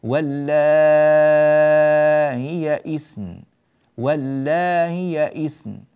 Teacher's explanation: سهلنا الهمزة ومددنا 6 حركات، ويجوز أن نمد حركتين.